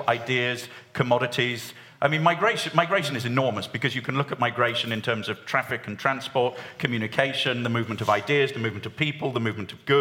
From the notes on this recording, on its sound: In a special live episode